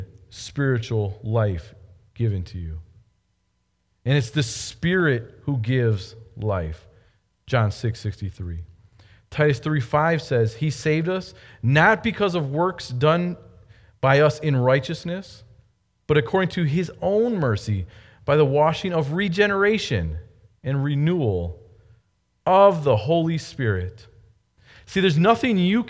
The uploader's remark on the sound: Delivered Sunday, May 3, 2020 at Woodridge Community Church (New Berlin, WI).